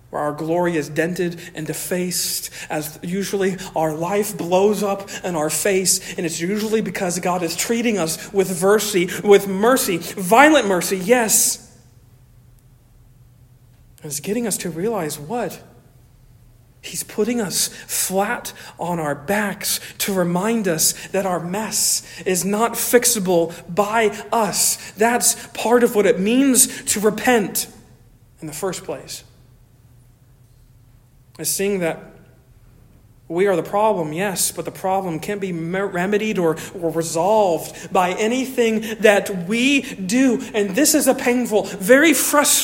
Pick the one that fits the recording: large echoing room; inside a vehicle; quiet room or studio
large echoing room